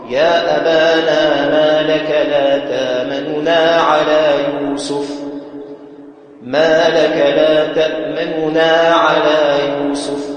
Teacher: عند النون المضمومة تخفض صوتك · Term: الروم